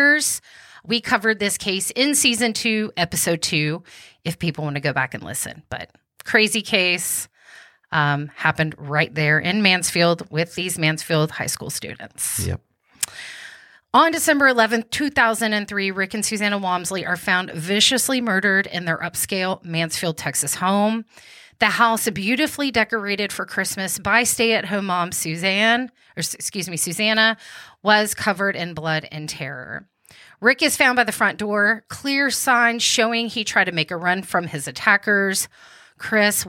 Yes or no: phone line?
no